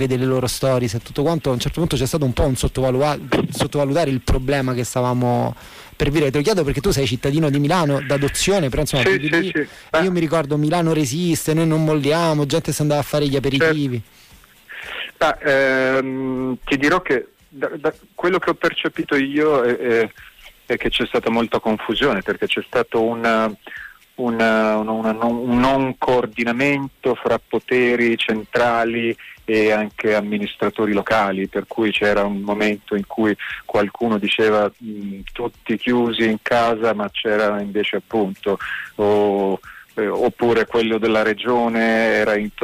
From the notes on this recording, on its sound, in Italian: live dai nostri studi in collegamento telefonico